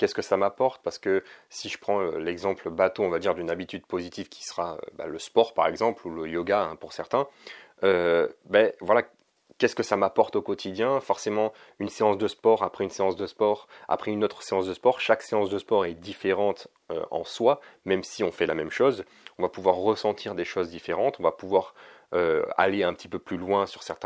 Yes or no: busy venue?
no